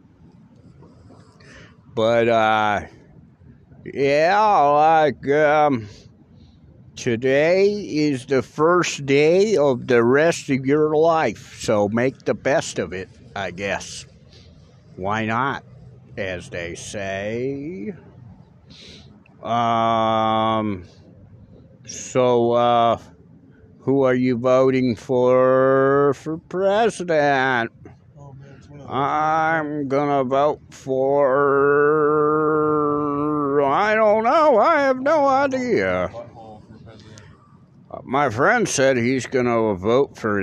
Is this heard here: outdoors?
yes